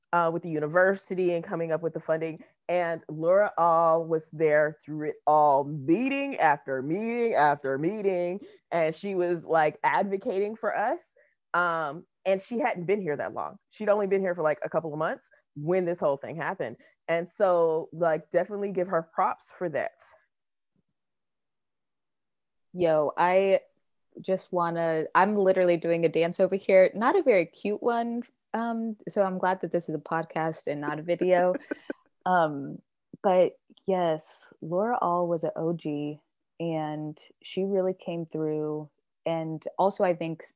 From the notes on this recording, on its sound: Recorded using Zoom